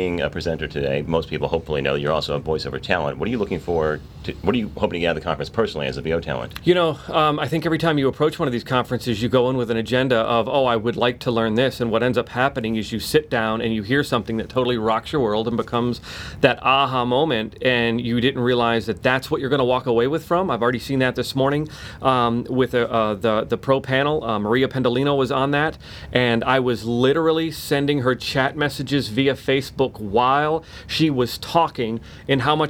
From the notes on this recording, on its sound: Live from VOcation NYC 2019, a conference devoted totally to the BUSINESS of voice over. We'll be presenting interviews and live sound directly from the show floor.